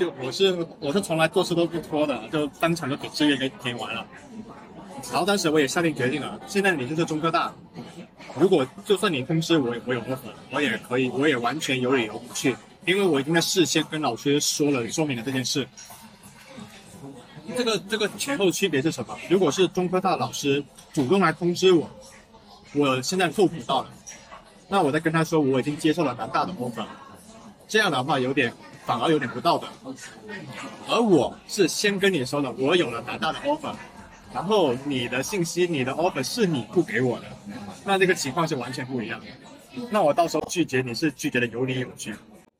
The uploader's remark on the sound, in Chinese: 是朋友来学校附近找我吃饭，顺便的聊天录音。环境嘈杂，多多包涵。